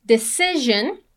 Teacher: Pay attention to the pronunciation of decision. The second S has a Z sound.